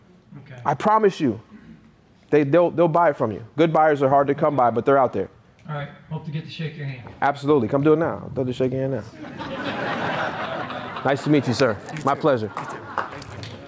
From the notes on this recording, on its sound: I gave a keynote speech in West Palm Beach, FL for the National Real Estate Investors Club annual meetup. I was able to answers even more questions after my talk.